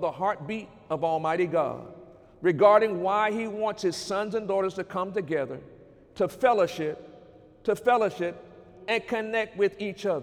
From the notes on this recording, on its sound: During Sunday morning service on March 10, 2019.